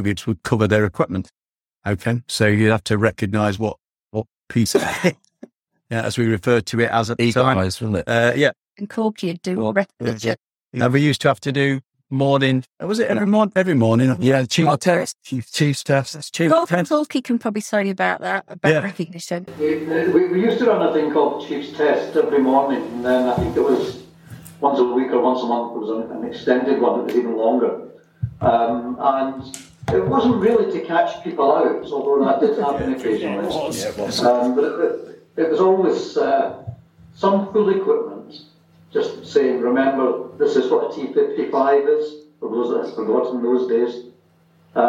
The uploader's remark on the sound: The audio is not up to the usual quality of Cold War Conversations, due to background noise.